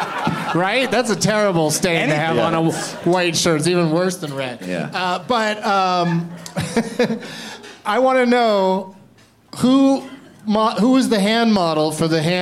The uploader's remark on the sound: Live from Comedy Works in Denver